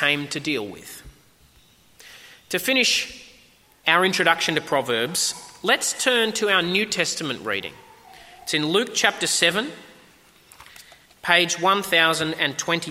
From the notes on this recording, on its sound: At a 10am service